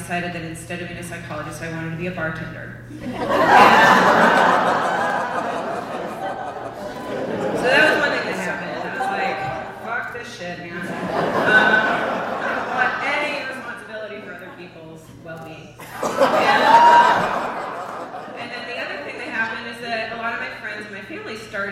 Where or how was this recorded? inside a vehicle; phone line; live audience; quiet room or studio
live audience